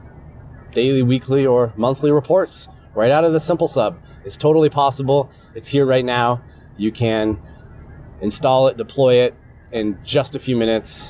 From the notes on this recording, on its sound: I'm in my truck right now driving to my office. Audio diary today. I'm running an experiment right now because I have a brand new wireless laier microphone that I got on Amazon. This unit has two mics. This is going to be an experiment, uh, just to see if the audio quality is good enough in the truck. The Audiotechnica ATR2100 is connected to USB to Lightning.